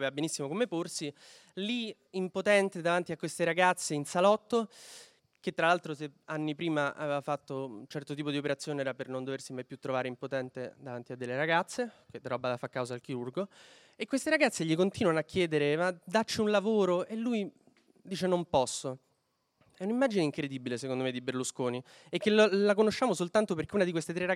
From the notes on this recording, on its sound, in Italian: Registrato dal vivo alla libreria Zalib di Roma.